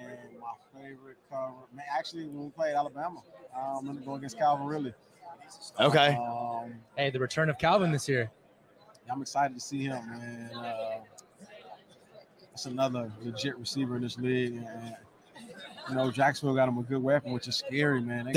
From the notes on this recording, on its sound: Live from Radio Row